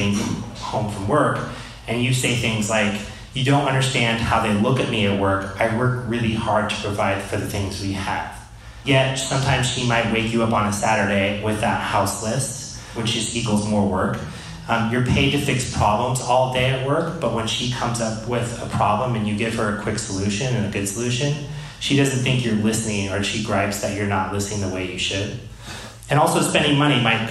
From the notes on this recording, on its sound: This episode of The Dad Project is a live recording. This episode was recorded in front of a live audience and is followed up with audience Q&A.